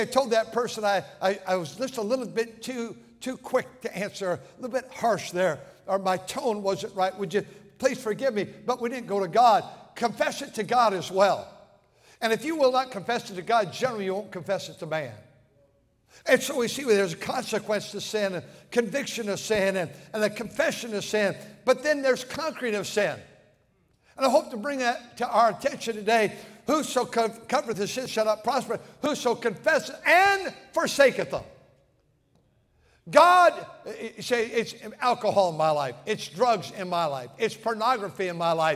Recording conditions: large echoing room